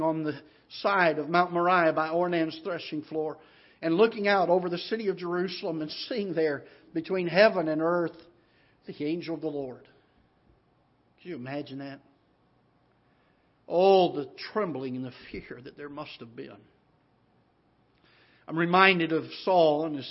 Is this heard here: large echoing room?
yes